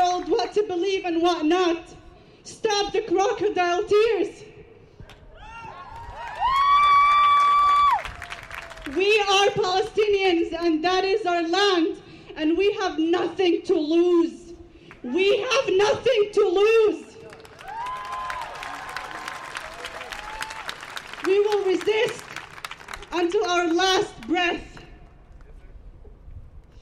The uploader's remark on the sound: On this hot Saturday afternoon. The live event had ASL interpretation.